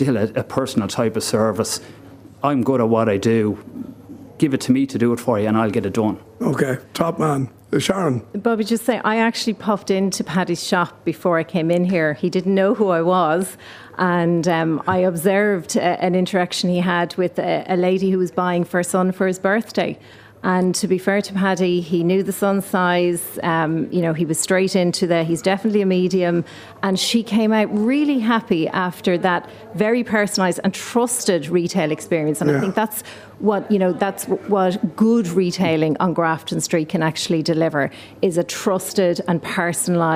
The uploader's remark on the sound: Broadcasting from the Three Store on Grafton Street this week, a street that is integral to shopping in Dublin.